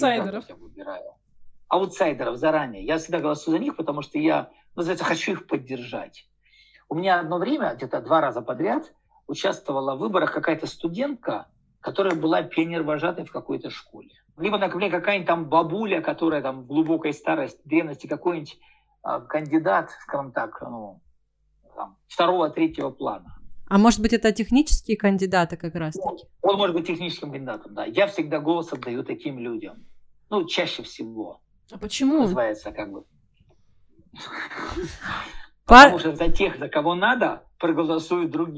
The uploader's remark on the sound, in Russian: Дисклеймер: Этот подкаст мы записывали онлайн. На дорожке есть посторонние звуки.